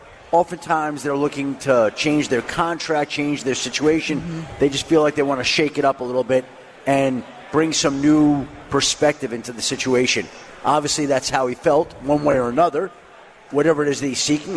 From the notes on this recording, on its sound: live at Football Fest at Hard Rock Casino Northern Indiana